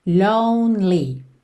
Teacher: Que esse E do meio não é pronunciado. Então, você vai do N pro L.